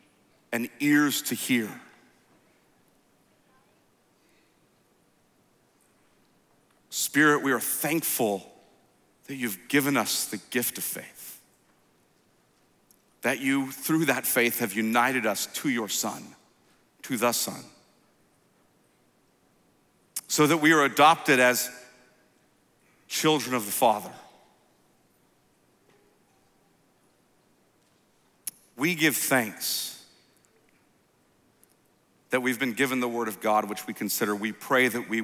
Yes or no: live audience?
yes